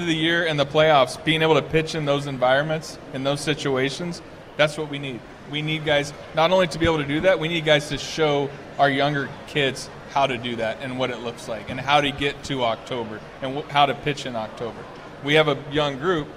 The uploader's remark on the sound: LIVE from Redsfest